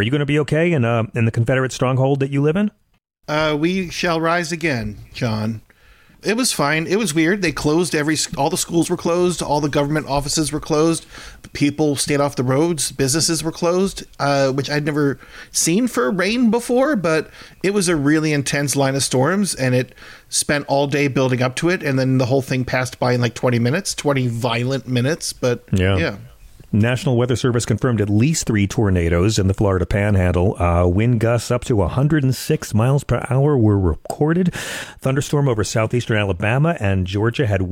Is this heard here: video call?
no